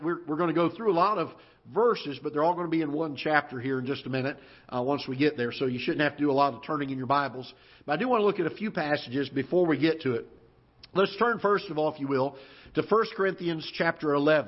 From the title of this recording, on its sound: Ketha Heights Baptist Church ~ Live Broadcast